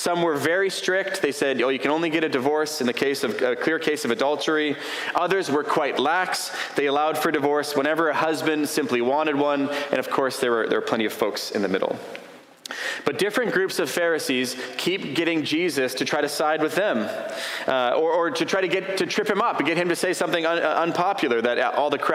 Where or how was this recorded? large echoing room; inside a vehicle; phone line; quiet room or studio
large echoing room